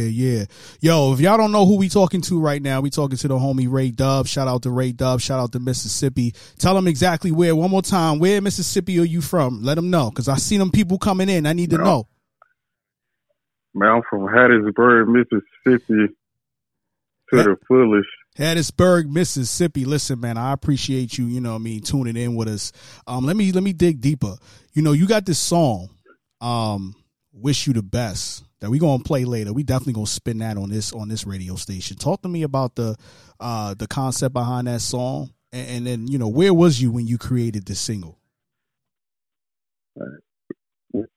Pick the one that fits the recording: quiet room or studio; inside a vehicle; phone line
phone line